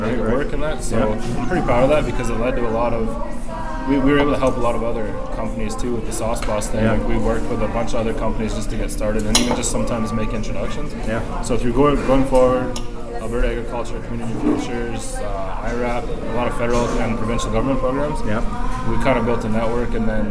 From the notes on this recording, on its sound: We recorded this episode in Canmore, AB at Where The Buffalo Roam Saloon at 626 8th St.